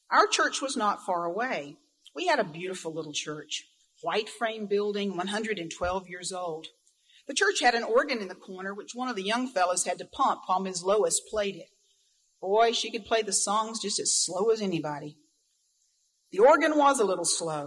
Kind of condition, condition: setting, large echoing room